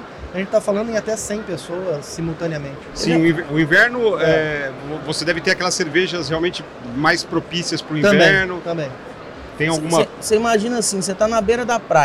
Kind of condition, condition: setting, busy venue